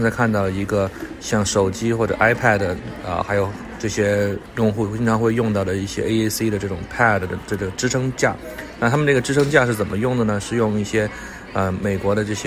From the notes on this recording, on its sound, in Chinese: 辅助科技行业协会2024年会见闻。本期播客由三位第一次参加大会的言语治疗师在会议现场为大家带来他们的参会体验和收获。现场收音存在少量背景杂音，建议听众在较安静的环境中播放。